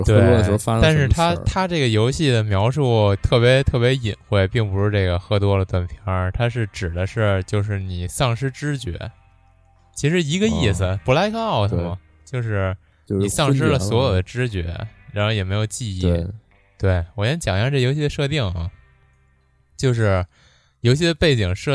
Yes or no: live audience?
no